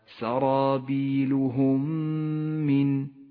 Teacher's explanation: وأخيرا الإدغام الشفوي في قوله تعالى سرابيلهم من، تدغم الميم الساكنة مع الميم المتحركة لتصير ميما واحدة مشددة لونت بالأخضر لأنها تحتاج إلى غنة بمقدار حركتين.